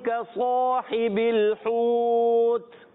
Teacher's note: صاد حروف مستعلیہ حروف مطبقہ ایکسٹرا موٹا ہیں اس کے بعد جو الف آ رہا ہے یہ بھی موٹا